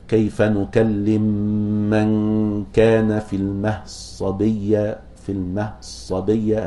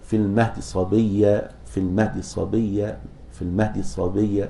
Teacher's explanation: الاختلاس، اللي هو النطق بثلثي الحركة · Shown in: second take